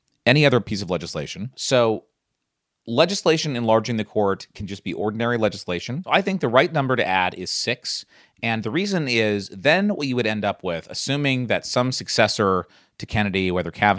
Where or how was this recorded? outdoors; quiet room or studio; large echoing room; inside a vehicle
quiet room or studio